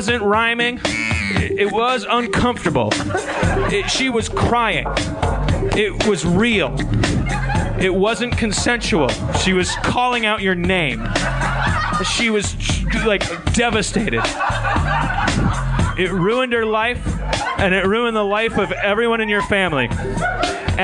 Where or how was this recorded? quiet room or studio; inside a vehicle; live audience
live audience